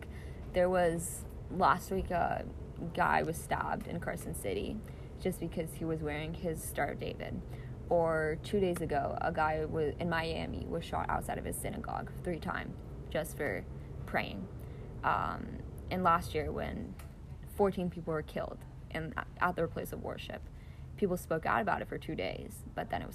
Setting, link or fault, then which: fault, background noise